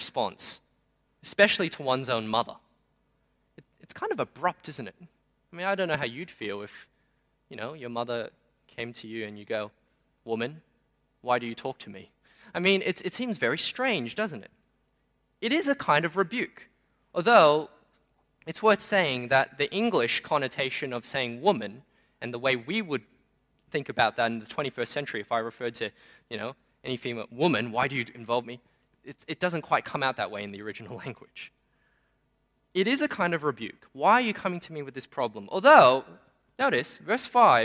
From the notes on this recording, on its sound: Sermon preached on 15 January 2023 at Newtown:Erskineville Anglican Church.